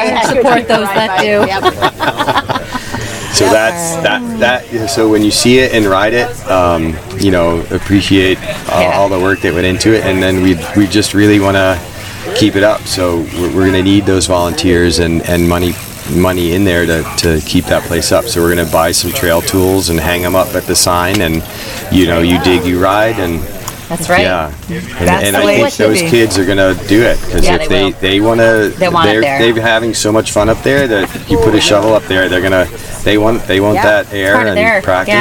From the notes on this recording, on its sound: Flow State Mountain Bike Festival. Hosted at Ascutney Mountain. Sit down with us during the festival this year.